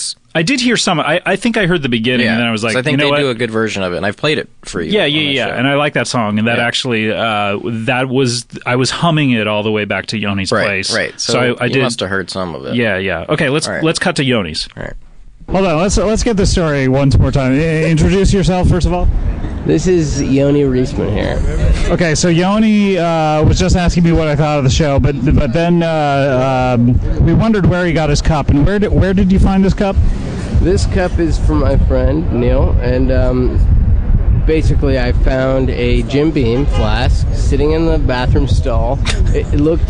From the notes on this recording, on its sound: clips recorded at the show